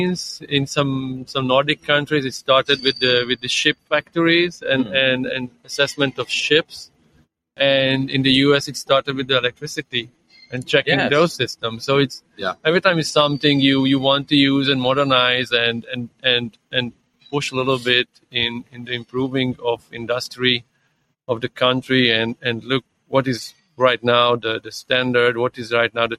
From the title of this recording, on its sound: On location at the TÜV Symposium on Functional Safety and Cybersecurity in Köln, Germany!